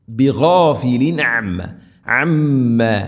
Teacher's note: ബിഗാഫിലിൻ അമ്മ, അമ്മ മീമിന് ശദ്ദ് മണിക്കണം.